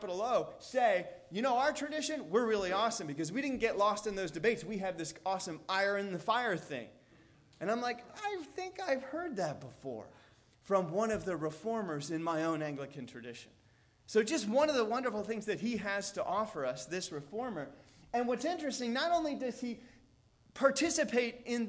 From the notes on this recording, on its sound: Delivered on October 15th, 2017 at All Souls Anglican Church in Wheaton, IL.